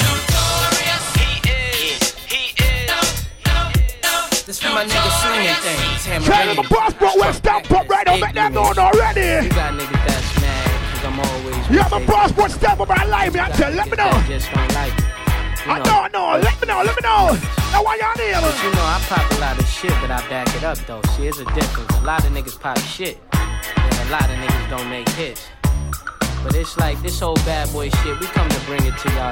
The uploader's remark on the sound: LIVE TAKING ON GREENWICH FARM KINGSTON 13 JAMAICA